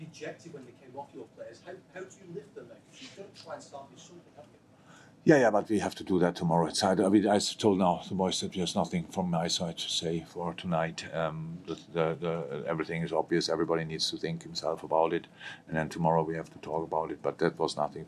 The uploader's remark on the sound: Post-Match Press Conference